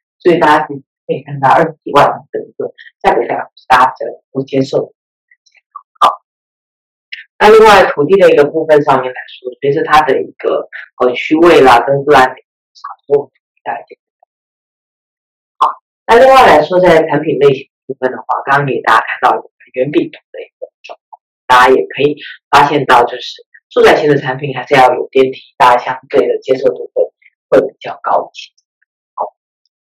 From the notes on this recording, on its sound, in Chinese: 本集的原始檔案音質就不是太好，我們盡力調整了，用耳機聽應該還ok啦！